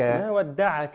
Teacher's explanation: ما ودعك فتح العين مهم جدا لأن معظم الناس يسكنها وده بنسمعه كتير جدا.